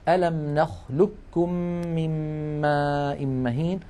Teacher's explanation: وتكلمنا على إدغام القاف الساكنة في الكاف، وقلنا ليس لها إلا مثال واحد في القرآن الكريم وهو قوله تعالى في سورة المرسلات ألم نخلقكم من ماء مهين، ننطقه بكاف مشددة